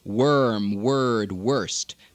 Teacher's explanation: There are three words, or perhaps more than three, where an O-R in American English is pronounced er, worm, word, worst. Because of the O-R, again, you'll probably get worm, word, worst.